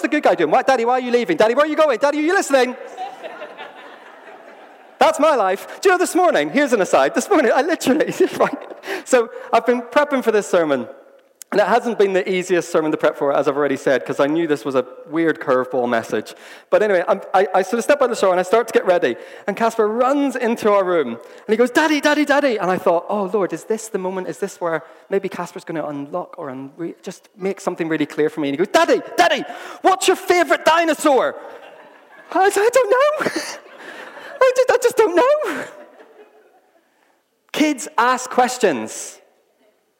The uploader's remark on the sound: This was recorded at Skylark Church on 1st September 2019.